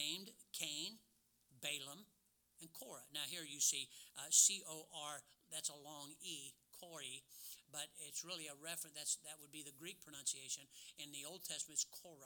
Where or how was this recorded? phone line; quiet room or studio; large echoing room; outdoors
large echoing room